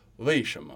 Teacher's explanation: So maybe it's like a labiodental, but it doesn't touch the teeth. · Term: soft V